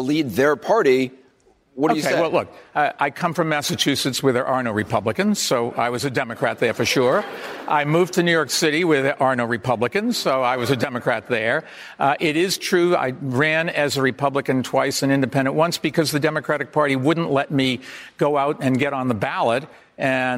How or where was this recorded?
live audience